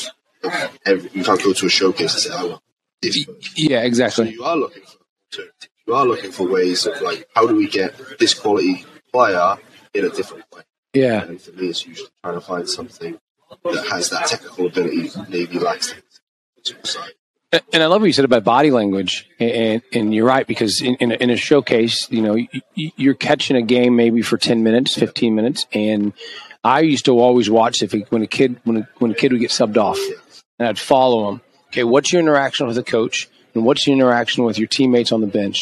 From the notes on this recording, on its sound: Live on Podcast Row at the United Soccer Coaches Convention in Kansas City, 2022.